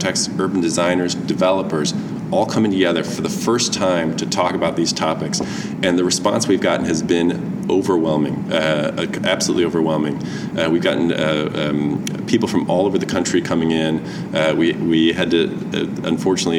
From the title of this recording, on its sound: Live from TRB